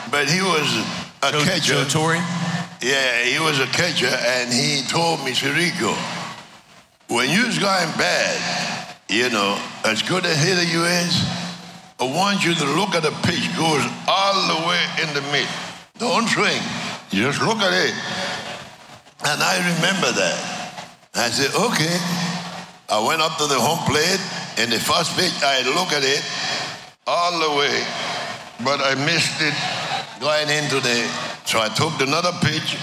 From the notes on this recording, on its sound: Live From Alumni Weekend. Interviewed live at Truist Park during Alumni Weekend!